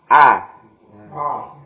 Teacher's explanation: A agak dibuka. Nah, A. Biar suaranya tidak ke arah huruf O. Kalau ke arah huruf O nanti O.